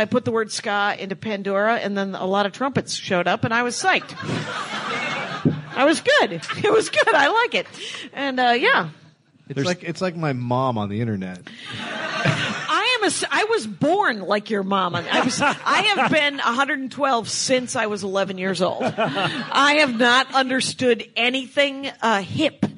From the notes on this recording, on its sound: LIVE at LA Podcast Fest. Live at the LA Podcast Festival to a full crowd!